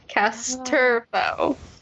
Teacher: silent L, emphasis on the second syllable